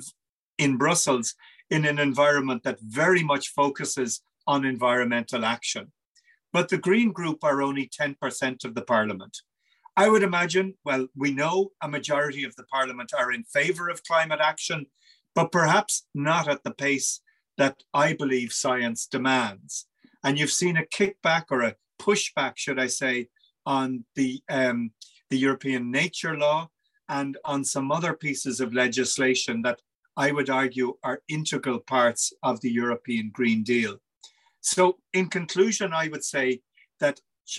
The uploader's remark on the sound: In this second event in a series of webinars co-organised by the IIEA and the European Parliament Liaison Office (EPLO) in Ireland, an expert panel of speakers discusses.